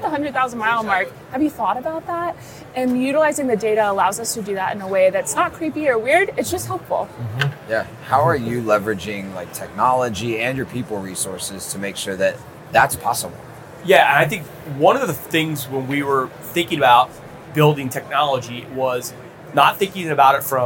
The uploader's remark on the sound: The conversation, recorded at the 2024 NADA Show.